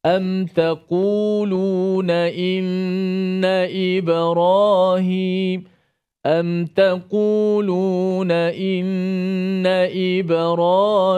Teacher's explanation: bacaan mim mati tanpa dipanjangkan gunnah · Term: izhar syafawi